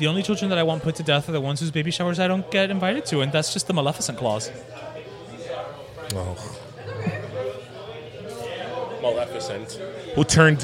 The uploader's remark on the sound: LIVE from Union Beer Store. It’s our first ever live show. We truly felt the love from everyone who came out in support.